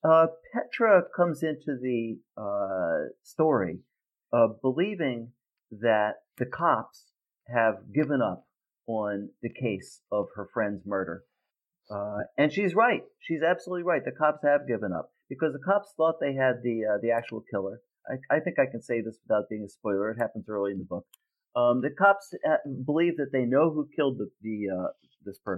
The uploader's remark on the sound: The audio file became distorted and was somehow saved during this episode's editing phase.